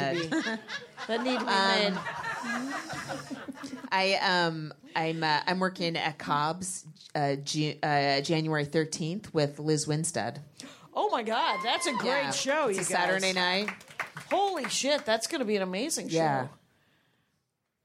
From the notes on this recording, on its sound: they are live from Flappers Burbank!